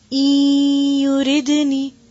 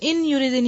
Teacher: ای یوریدنی، نون ساکن کے بعد یا آ رہی ہے، نون کو آپ یا میں مرج کریں گے، اور مرج کر کے ساتھ غنہ کریں گے · Shown in: first take